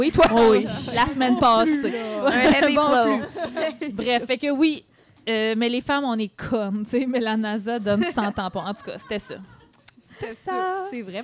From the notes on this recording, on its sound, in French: Enregistré devant public au Café Tuyo à Montréal mercredi le 6 décembre 2023.